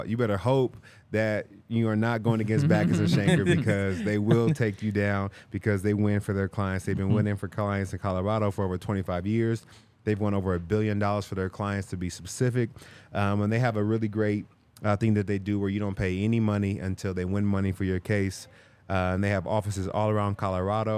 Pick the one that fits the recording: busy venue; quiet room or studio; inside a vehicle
busy venue